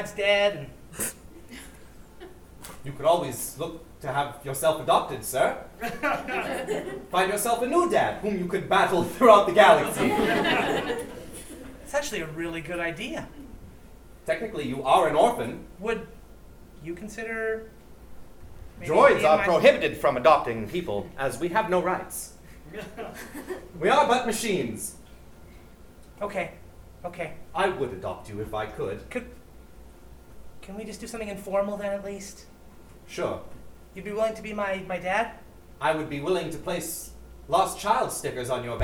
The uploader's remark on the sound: Live at the 2017 Edmonton Fringe Festival.